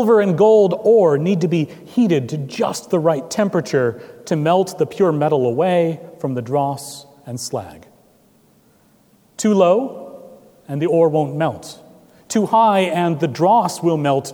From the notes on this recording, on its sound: at Trinity Presbyterian Church in Bixby, Okla.